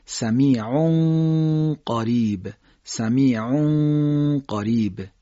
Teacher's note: ما آماده گفتن حرف قاف هستیم در محل زبان کوچک. یک الف قنه رو اونجا نگه می‌داریم و بعد قاف رو چکار می‌کنیم؟ ادا می‌کنیم · Term: اخفا